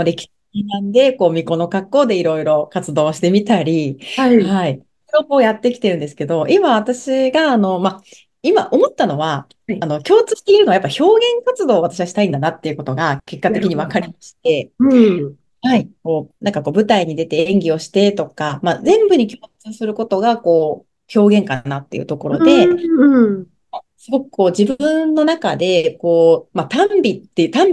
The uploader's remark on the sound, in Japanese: 場所：zoom開催